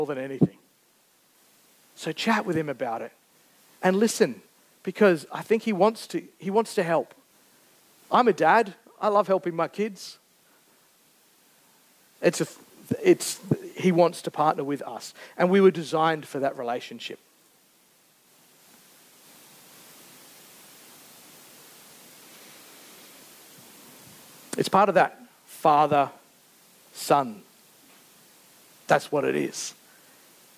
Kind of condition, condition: setting, live audience